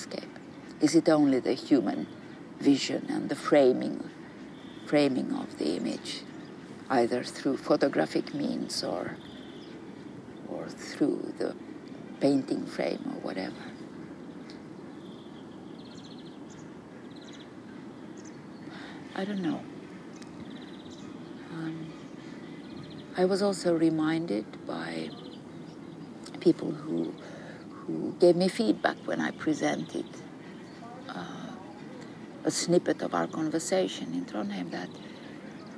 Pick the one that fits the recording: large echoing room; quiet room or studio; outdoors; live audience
outdoors